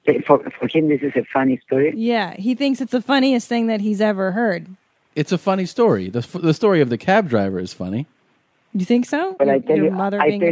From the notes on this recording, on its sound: Gets on the phone and tells us a story.